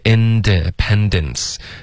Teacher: 这里面的 i 的音舌根要稍微低一点